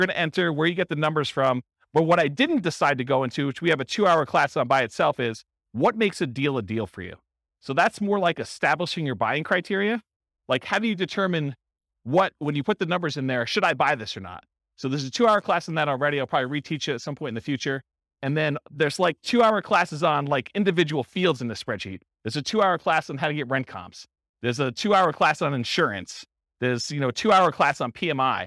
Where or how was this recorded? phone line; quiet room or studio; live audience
live audience